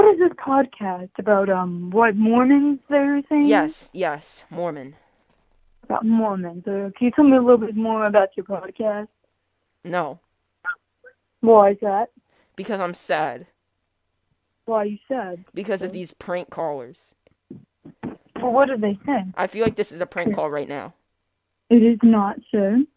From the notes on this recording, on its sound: The Prophet Podcast is a live call in show about LDS and Mormons.